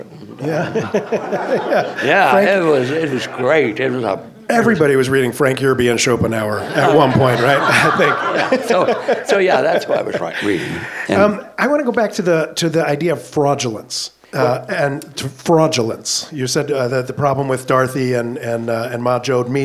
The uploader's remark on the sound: In this conversation taped at a recent LARB Luminary Dinner